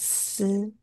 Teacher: 基本上不卷舌，但是有时候碰到其他的母音的时候，会有点小小的带有点卷舌，但是基本上是不卷的哈